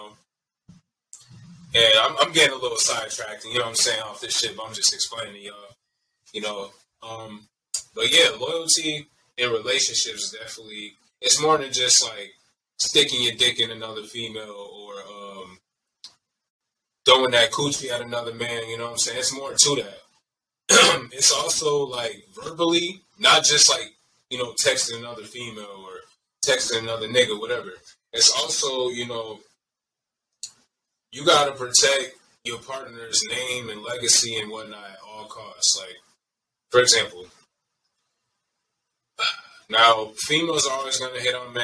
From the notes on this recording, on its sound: Pardon the audio quality.